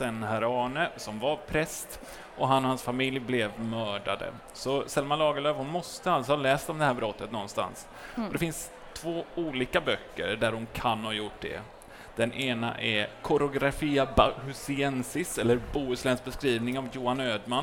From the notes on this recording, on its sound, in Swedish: Live på Bokmässan.